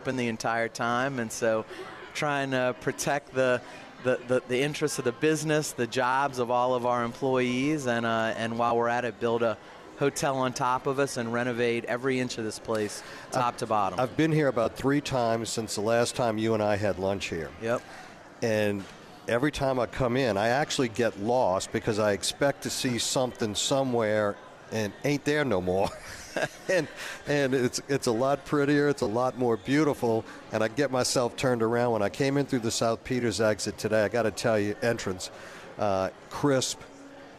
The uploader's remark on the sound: broadcasting LIVE from from Caesars New Orleans!